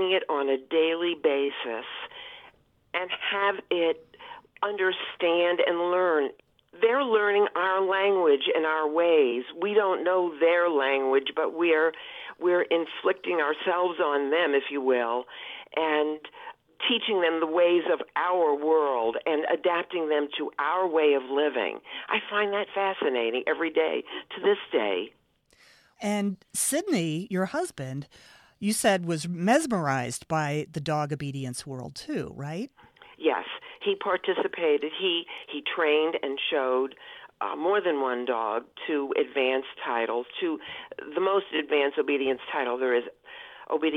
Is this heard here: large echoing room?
no